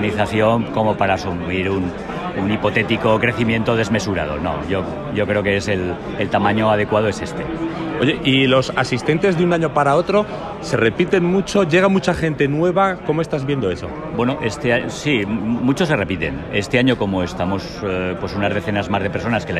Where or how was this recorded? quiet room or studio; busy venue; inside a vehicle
busy venue